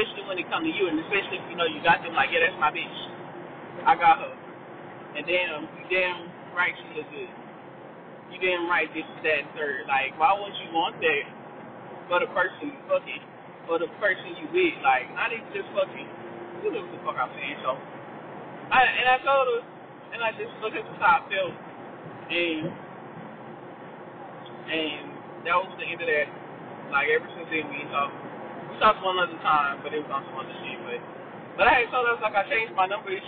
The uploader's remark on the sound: this a car episode the audio ain't the best